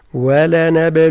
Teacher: الحروف كلها مرققة، فحذاري من التفخيم مع قلقلة الباء